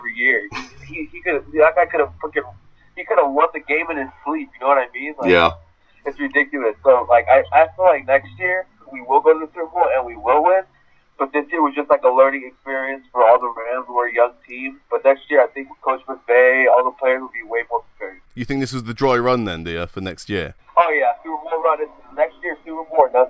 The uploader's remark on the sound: gets on the phone